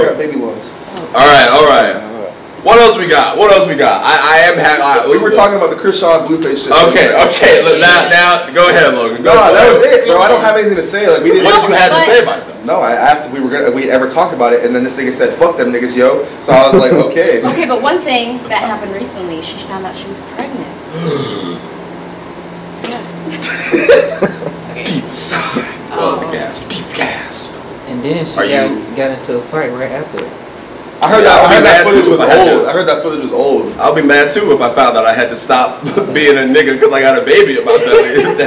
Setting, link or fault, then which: fault, poor sound quality